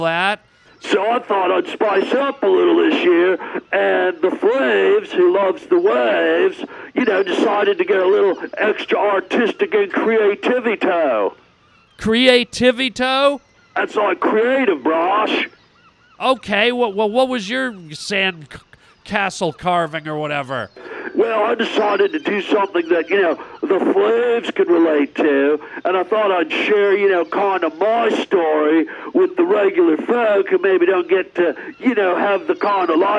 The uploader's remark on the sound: Listener phone calls!